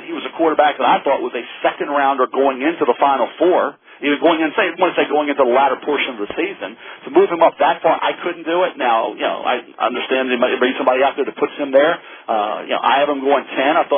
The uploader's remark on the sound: this media conference call